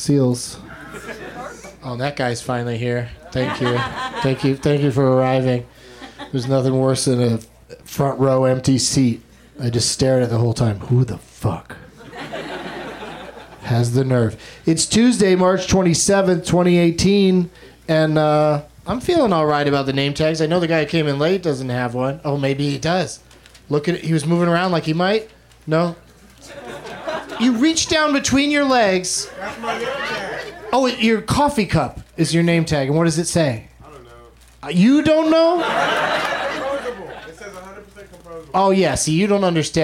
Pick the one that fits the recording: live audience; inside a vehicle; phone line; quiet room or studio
live audience